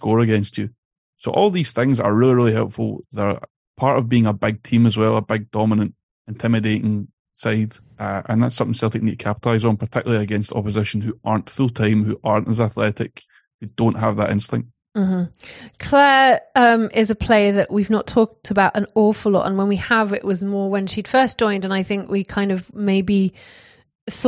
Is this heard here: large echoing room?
no